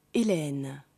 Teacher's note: Akzent grave wird als offenes Ä e gesprochen. Es klingt mehr wie Ä.